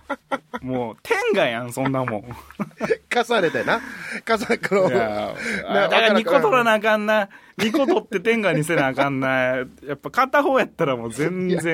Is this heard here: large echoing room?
no